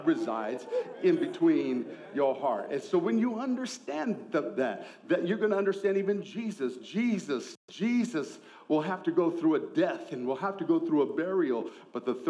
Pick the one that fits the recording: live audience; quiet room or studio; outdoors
live audience